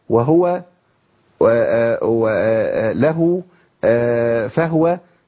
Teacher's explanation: احنا عندنا حفص وورش اتفق على ضم الهاء في وهو لا هو فهو · Term: هاء مضمومة